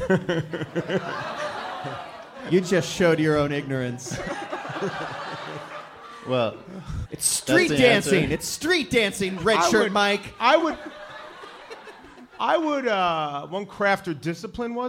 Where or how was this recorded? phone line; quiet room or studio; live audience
live audience